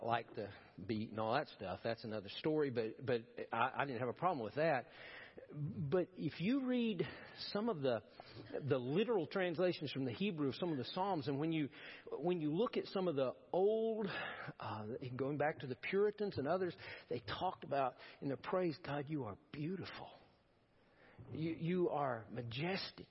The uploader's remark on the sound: Preached at First Baptist Church of Powell